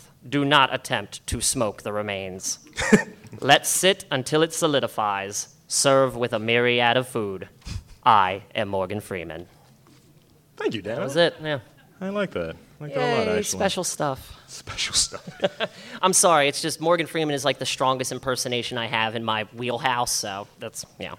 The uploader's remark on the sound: Live At The Baltimore Podcast Festival. Record live at The Windup Space in Station North.